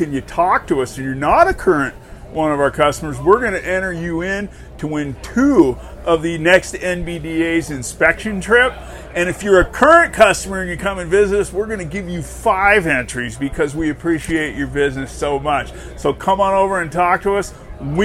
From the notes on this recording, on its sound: Live from the Big Gear Show Day 1. Broadcast live from the show.